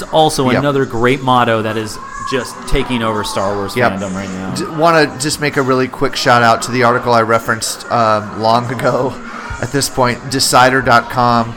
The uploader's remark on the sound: Recorded live at Timeless Pints.